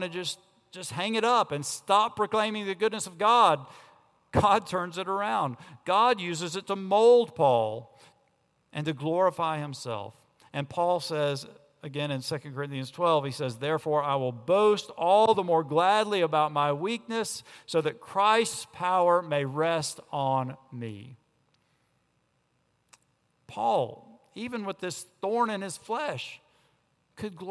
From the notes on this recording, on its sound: On Sunday, July 22 at Redeemer Presbyterian Church in Charleston, SC